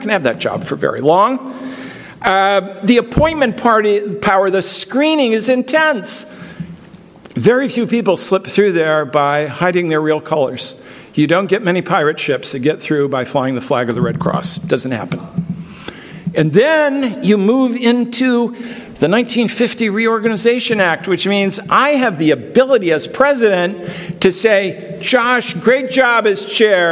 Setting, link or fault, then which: setting, live audience